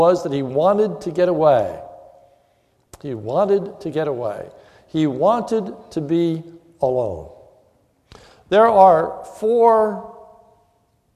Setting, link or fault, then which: setting, large echoing room